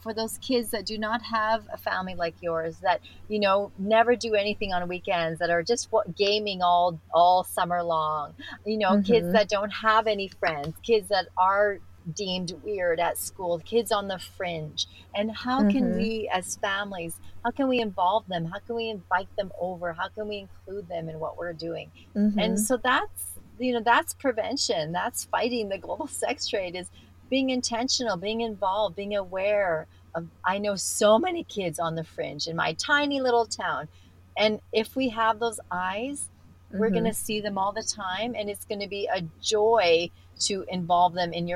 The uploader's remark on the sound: She lives in the Canadian mountainside and when it was time for our interview, she had to scramble to get to town for a better internet connection. After 1.5 hours of sitting in her car outside her local cafe.